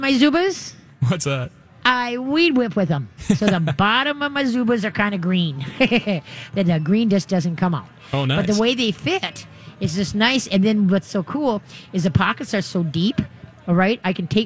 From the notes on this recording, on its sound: live from the State Fair!